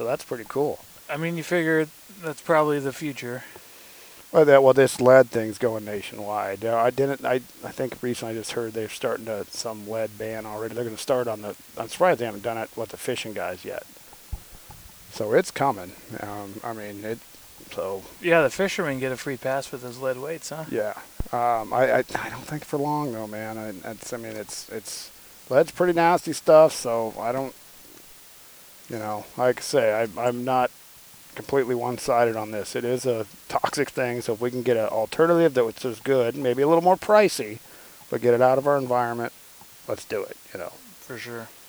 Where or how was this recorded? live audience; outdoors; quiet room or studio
outdoors